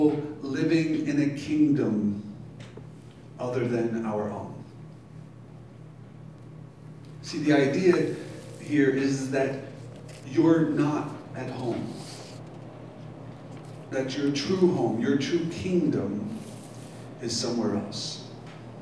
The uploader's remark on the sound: Live from Black Cloister Brewing Company.